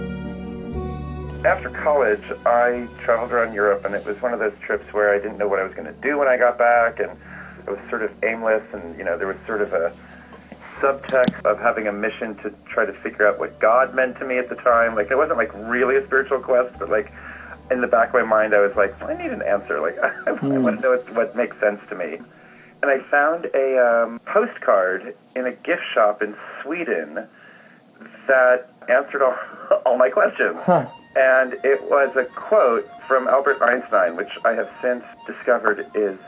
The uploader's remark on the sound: by phone | digital recorder